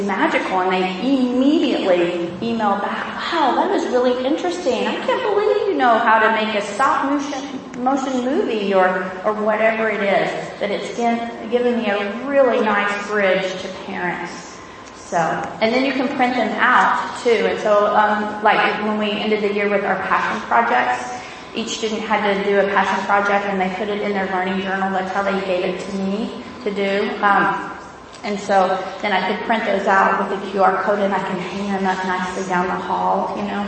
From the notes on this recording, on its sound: This is a recording of a presentation. At the 2016 iPadPalooza Conference in Austin, Texas.